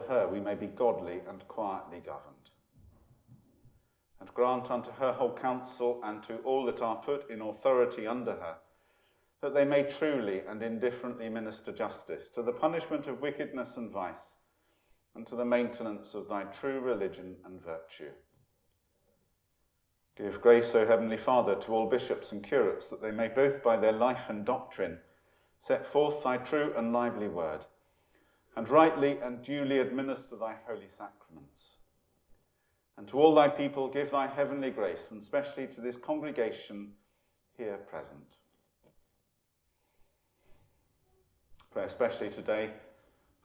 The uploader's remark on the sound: Holy Communion from Empshott, 1 November 2020